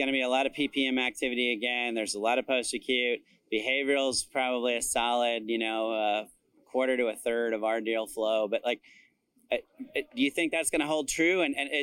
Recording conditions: busy venue